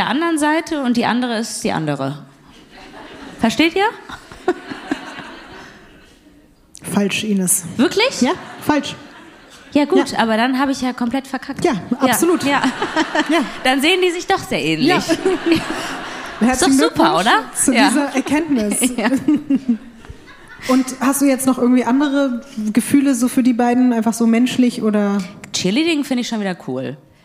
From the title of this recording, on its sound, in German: LIVE in Köln